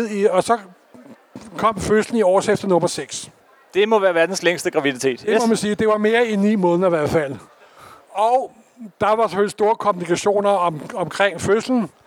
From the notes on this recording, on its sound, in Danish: Live fra Copenhagen Comics 2023